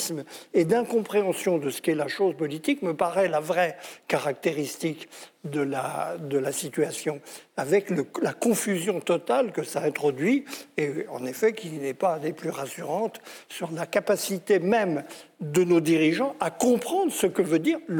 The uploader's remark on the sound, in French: L'émission de RT France en public.